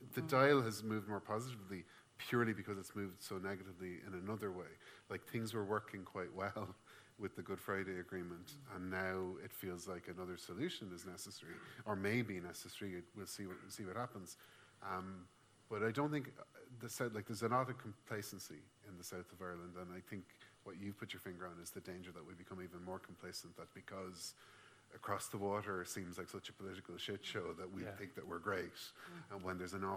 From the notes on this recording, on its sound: Listen to our annual Conversations event recorded at The Little Museum in December 2019.